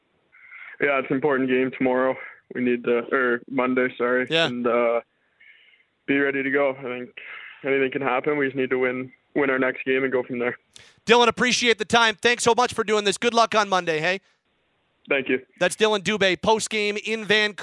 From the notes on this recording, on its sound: we open up the Phone and Text lines